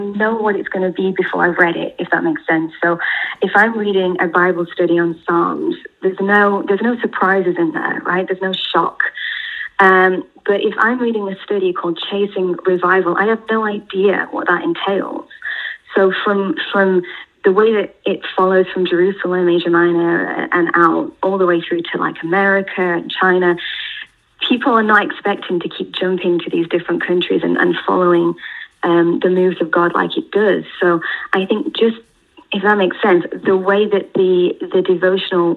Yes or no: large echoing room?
no